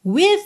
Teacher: você termina o som no V, não segue pro E